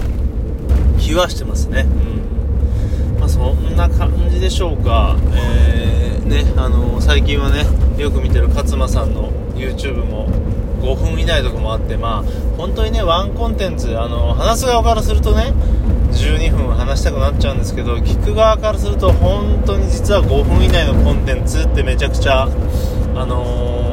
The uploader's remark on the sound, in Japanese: iPadで直録音が良い感じ